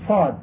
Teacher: تخرج من مخرج الزاي والسين وهو المخرج التاسع من مخارج الفم المذكورة، والصاد حرف قوي لأنه حرف مطبق مستعل فيه صفير وهو مهموس، فيجب على القارئ أن يلفظ بها مفخمة كما يلفظ بها عند تقطيع الحروف.